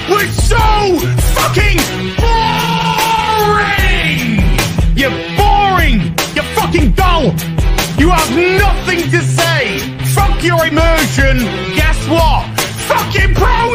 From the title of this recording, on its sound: LIVE at Casa de AZ!!